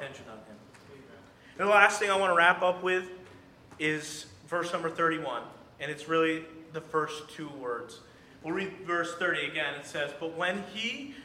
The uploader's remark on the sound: during the Sunday morning service